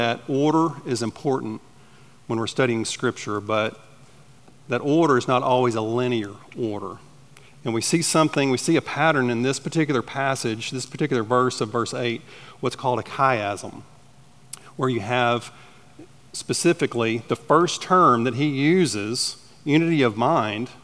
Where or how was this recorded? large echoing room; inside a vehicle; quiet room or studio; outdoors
large echoing room